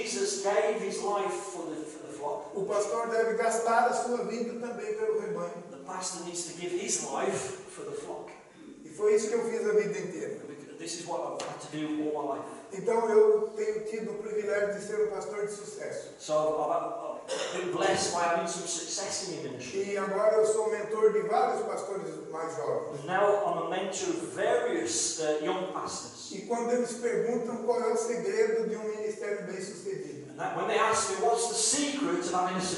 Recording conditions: poor sound quality